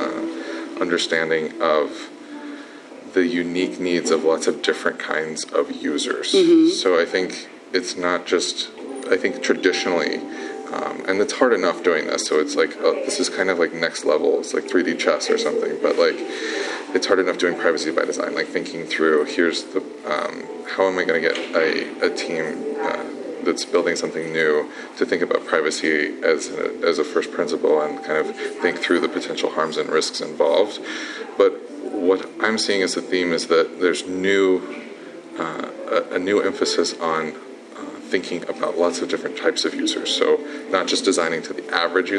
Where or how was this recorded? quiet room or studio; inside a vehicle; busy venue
busy venue